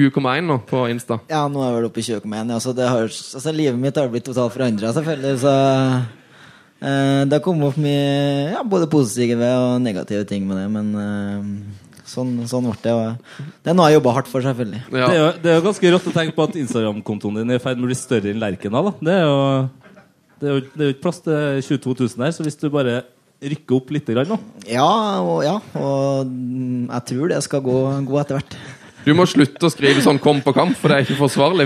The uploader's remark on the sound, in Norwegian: live EM-finaleshow fra en herlig pub i Trondheim